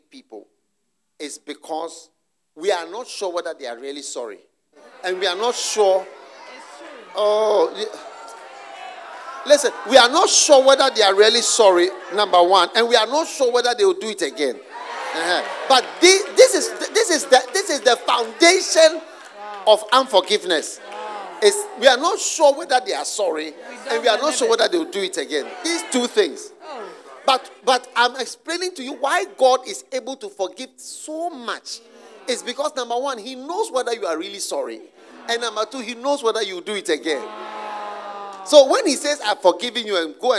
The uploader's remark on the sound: Preached at the Use It or Lose It Camp, USA.